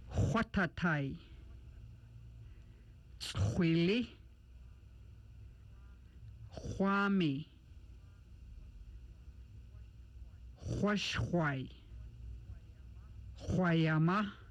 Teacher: The XW sound is made by rounding the lips with the back of the tongue touching the back of the roof of the mouth, allowing a friction noise. The X sound pronounced with the lips rounded.